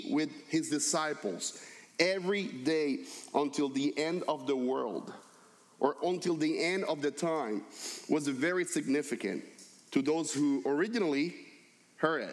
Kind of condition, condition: setting, large echoing room